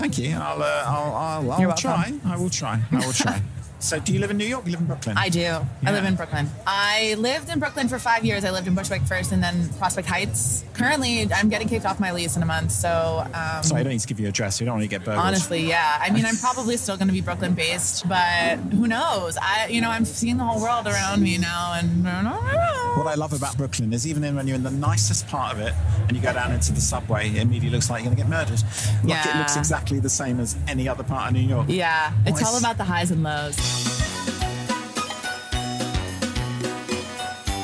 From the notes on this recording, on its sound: I take to the streets of Edinburgh during The Fringe to accost tourists and artistes in town for the World's biggest arts festival. Armed with not one, but sometimes two microphones, I go in search of soundbite gold by asking people about their likes and dislikes.